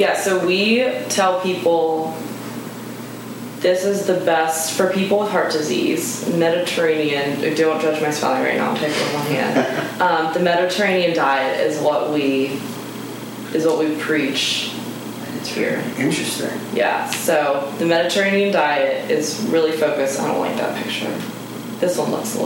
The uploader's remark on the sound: This is the first episode we did while filming video. Our audio did not record correctly so we had to extract the audio from the video camera.